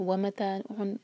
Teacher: میم پر تھوڑا سا زور دیں گے، کہیں واو کے ساتھ مرج نہ ہو جائے